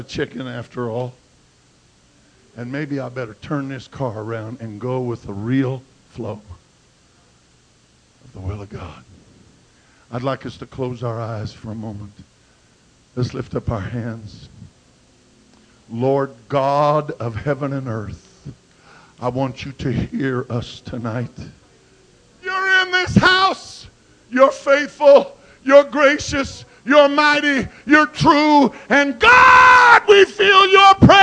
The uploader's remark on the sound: at Calvary Pentecostal Church in Jeanerette at the Jeanerette Bible Conference 2008